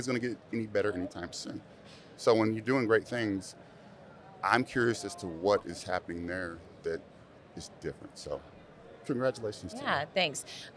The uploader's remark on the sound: This is the first of many episodes filmed at the educational conference of the year, the TASA/TASB Convention!